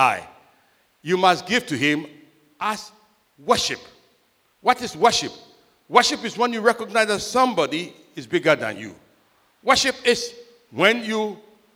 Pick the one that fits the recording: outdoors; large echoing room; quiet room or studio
large echoing room